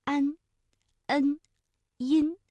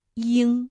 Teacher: 们俩的发音，我们最后再来梳理一下和前鼻音有哪些区分啊。比如说铃，那对应的是音，那比如说我们读林啊，姓林的林，这个前鼻音呢，大家感觉到它的发音部位明显的靠前，那舌尖抵住上齿龈，安、恩、音，而后鼻音发音的时候部位靠后，昂、嗯、英、翁，口型大小也不太一样。比如前鼻音呢，口型相对比较扁、比较窄，比如音。哎，这个嘴唇微微张开就可以了。而发后鼻音的时候，相对来说要较圆、较开，比如鹰，哎，这个嘴巴明显是稍微大一些的。翁，嘴唇始终是拢圆的。而发音特点呢，前鼻音安、恩、音，声音比较的清亮；而后鼻音呢，鼻腔共鸣更强，声音更加的浑厚。鹰。嗯、大家可以读一读，对比来看一看。萃取文词意蕴，感悟智慧哲思，诗词歌赋，鉴赏鉴赏，倾听倾听。港好普通话，欢迎大家来到鉴赏倾听环节，我是主持人徐静。大家好，我是粤语主持人何毅。今日嘅节目里面，我哋一齐了解一下《古朗月行》，系唐代大诗人李白借乐府古题创作嘅一首诗嚟嘅。没错，这首诗的开头呢，写的是孩提时代对月亮稚气的